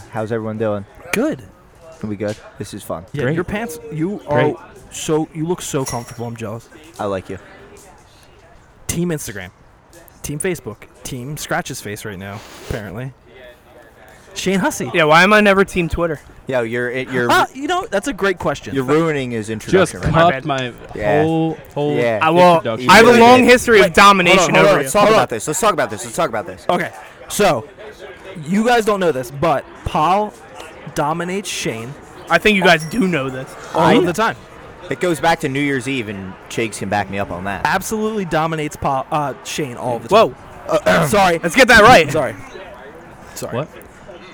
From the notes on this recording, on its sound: The gang pods LIVE from The House of Kain in Gloucester City